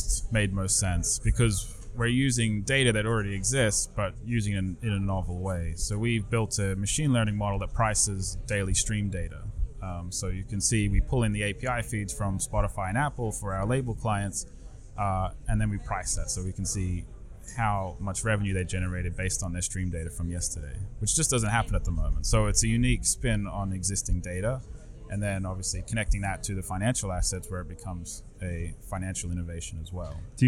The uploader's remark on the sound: MidemTectonics coverage. Recording interviews on the spot in Cannes!